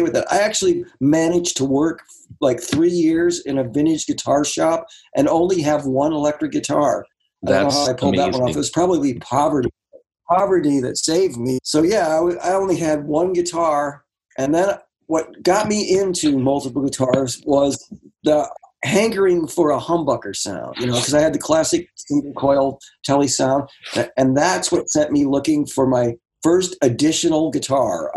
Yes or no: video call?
yes